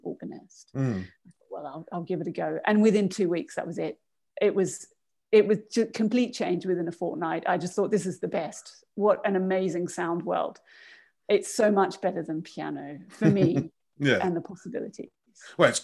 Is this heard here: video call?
yes